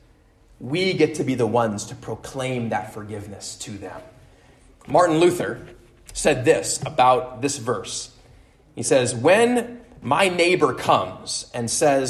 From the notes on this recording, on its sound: at Immanuel Lutheran Church in Pasadena, CA